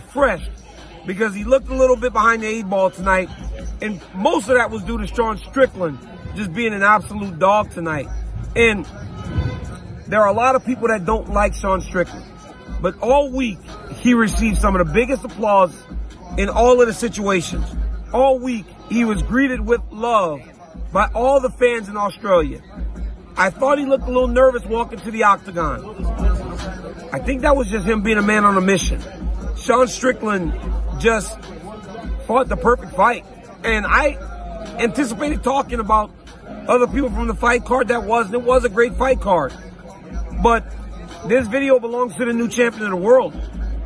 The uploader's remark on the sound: LIVE from the octagon in Sydney, Australia